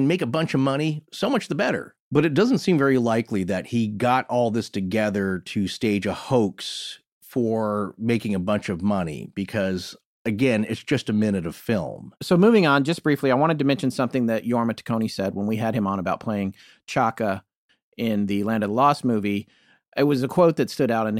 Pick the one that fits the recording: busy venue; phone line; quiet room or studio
quiet room or studio